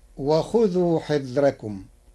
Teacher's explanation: قرأ ورش كلمة حذركم بترقيق الراء لوجود كسر قبلها غير منفصل عنها بحرف الاستعلاء